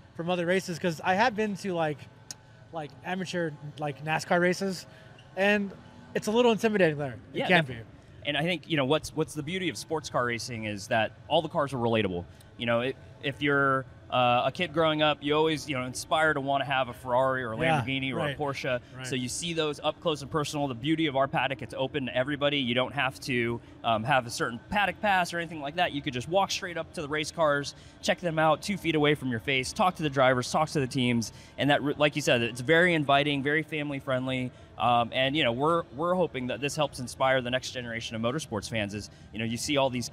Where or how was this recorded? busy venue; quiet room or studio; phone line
busy venue